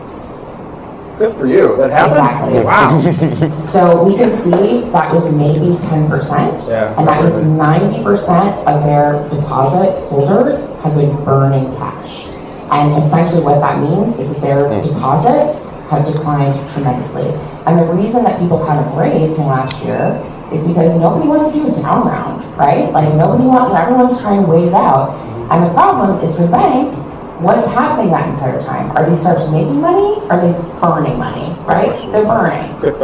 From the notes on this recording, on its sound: a VC panel discussion from the Established Lounge at SXSW 2023 in Austin